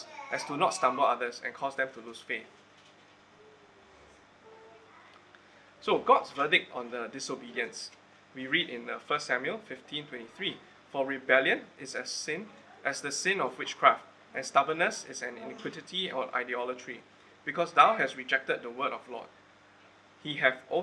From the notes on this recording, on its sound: Recorded Live/Sermon.